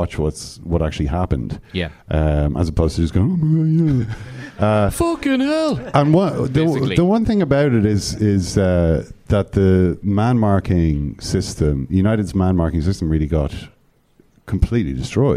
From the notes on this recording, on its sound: First-time live guest. Joined us in The Brass Monkey in New York’s Meatpacking District.